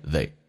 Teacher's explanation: They 嘴型不用那么夸张，近似于发单元音